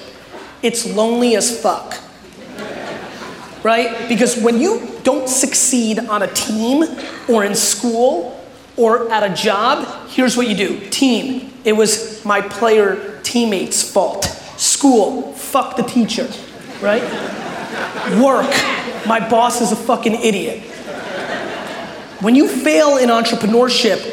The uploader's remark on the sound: A Keynote: Haste And Hustle Toronto 2018